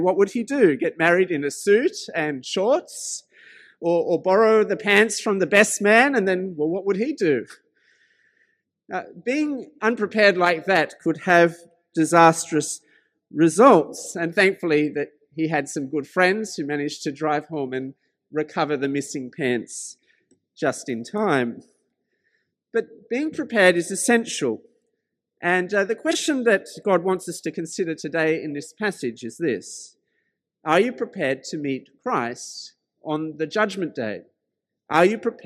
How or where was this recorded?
large echoing room